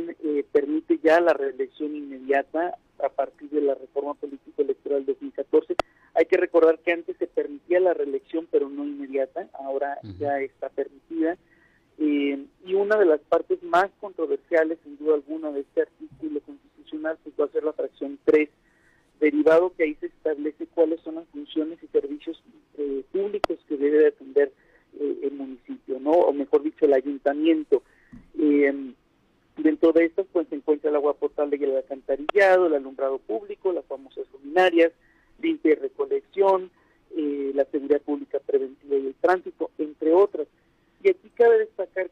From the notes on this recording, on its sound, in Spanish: Entrevistamos vía telefónica.